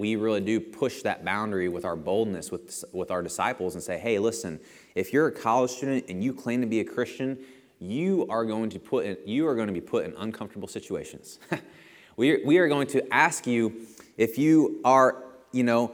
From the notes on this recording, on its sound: Lesson presented at The Crossings Church Collinsville in Collinsville, IL – a non-denominational church that meets Sunday mornings at 2002 Mall Street, Collinsville, IL just outside of St.